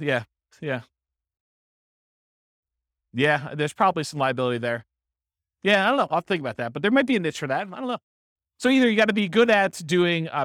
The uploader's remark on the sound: This was a live class recorded